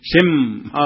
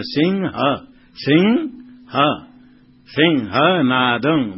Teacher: कोई कोई उच्चारण करते तो सिंह कह देते घ कह देते घ नहीं सिंह अनुस्वार है · Shown in: second take · सिम कोई कोई ओष्ठ को लगा देते सिम ह कह देते